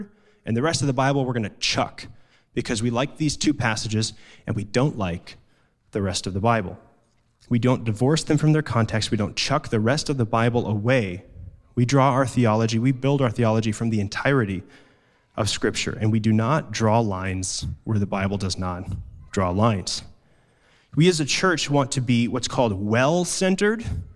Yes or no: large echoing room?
yes